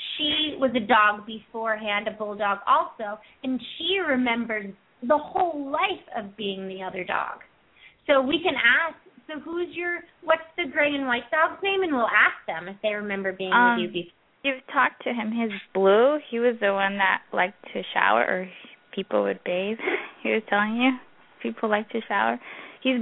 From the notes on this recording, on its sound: Pet Psychic Radio. Open up the lines for listeners to call in to ask questions to their animals.